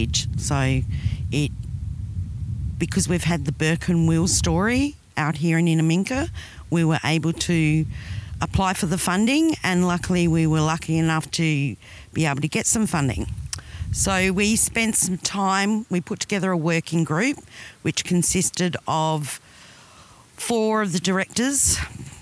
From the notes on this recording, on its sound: In our interview recorded on the banks of the Cooper Creek. Recorded on Yandruwandha Yawarrawarrka Country.